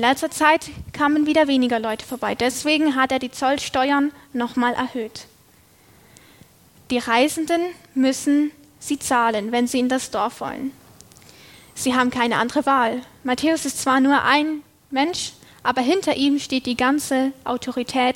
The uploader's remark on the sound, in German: Predigt aus der LKG Rostock